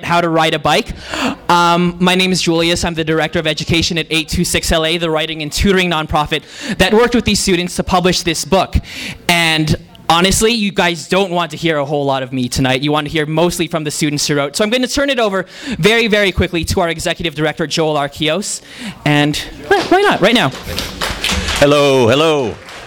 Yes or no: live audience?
yes